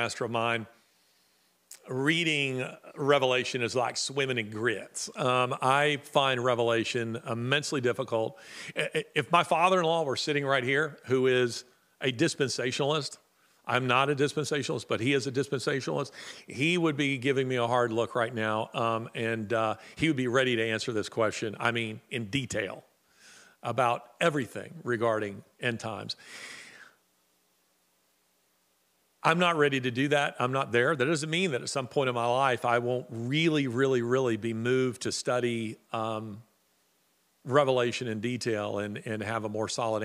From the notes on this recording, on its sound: Live Q+A. Live Q&A during this episode with a live audience.